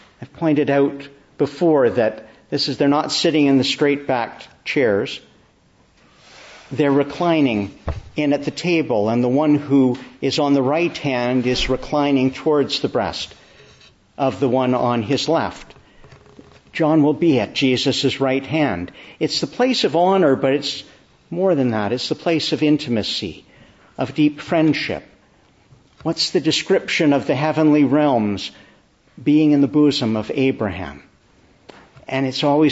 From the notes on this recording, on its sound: Evening Service. Preached in the Church of the Annunciation of the Blessed Virgin Mary, Ottawa, on the Solemnity of the Ascension.